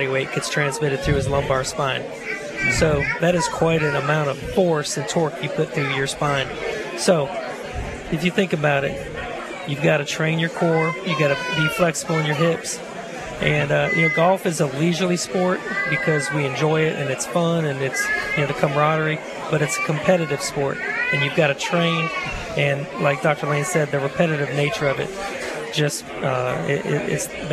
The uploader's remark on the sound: LIVE From Felix's Fish Camp!